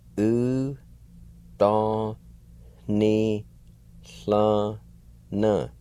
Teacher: In the first three words, there's going to be a faint H sound right before the N's in all three words.